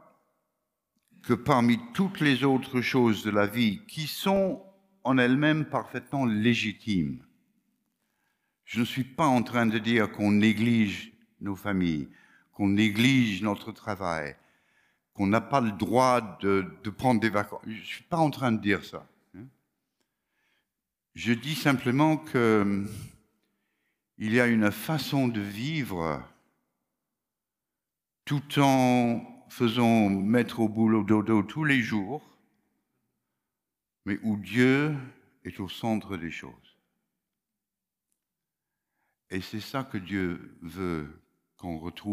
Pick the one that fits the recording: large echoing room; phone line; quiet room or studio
large echoing room